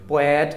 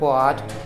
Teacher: Bwed instead of Bwad. They raise the A to nearly an E. · Shown in: first take